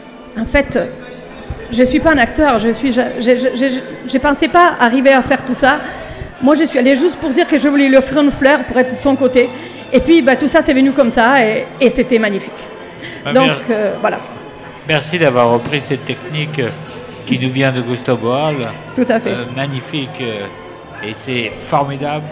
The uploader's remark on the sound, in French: En direct du salon Amours et handicap de Hyères